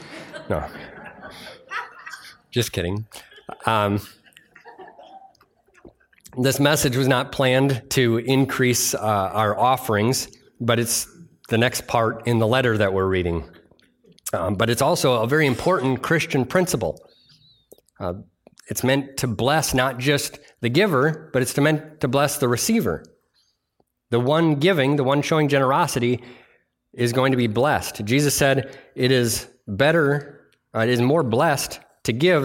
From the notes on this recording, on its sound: delivered on Sunday, July 2nd at Bible Center Church in Maiden Rock, Wisconsin